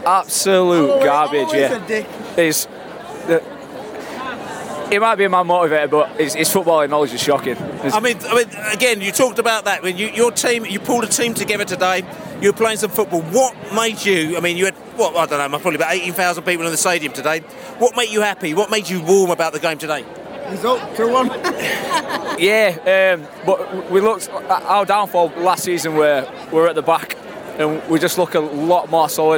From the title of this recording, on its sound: Post-match podcast from the pub (in the street)